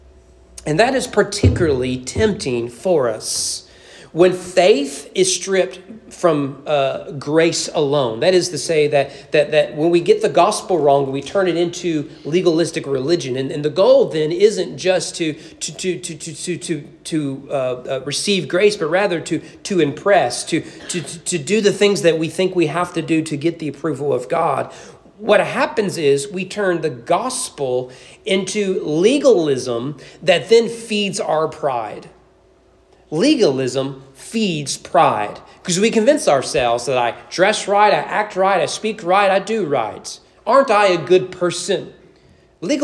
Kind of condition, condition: setting, large echoing room